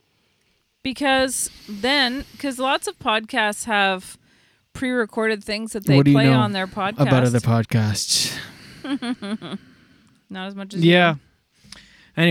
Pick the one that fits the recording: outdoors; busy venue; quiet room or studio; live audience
outdoors